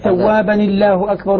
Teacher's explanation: نحرك نون التنوين بالكسر